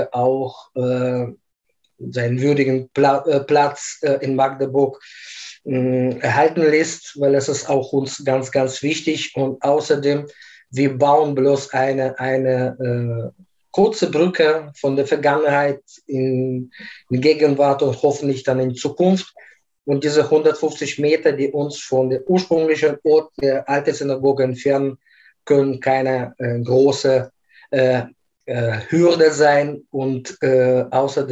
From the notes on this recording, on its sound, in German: Aufgrund der nach wie vor anhaltenden Corona-Pandemie haben wir das Gespräch als Videokonferenz aufgenommen.